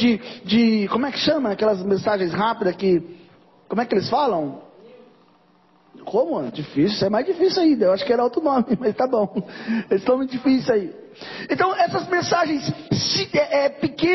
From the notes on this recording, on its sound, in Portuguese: Mensagem gravada em 23/04/2023 - Culto da Família.